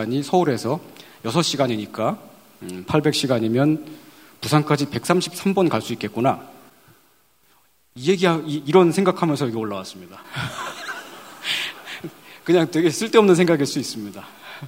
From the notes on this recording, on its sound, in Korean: 500회 특집 공개방송